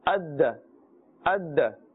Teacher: There must be a rebounding, echoing or bouncing sound. · Term: qalqala